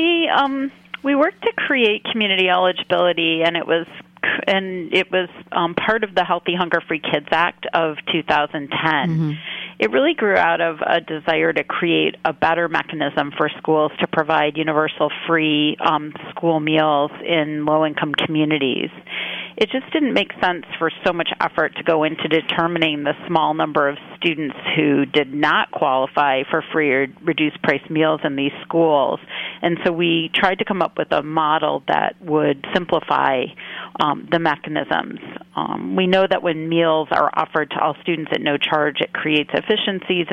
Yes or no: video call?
no